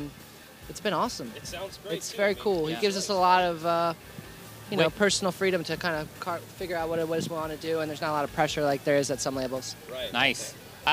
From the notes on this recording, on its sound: Aftershock Festival Day 2 coverage of Saturday October 12th, 2019.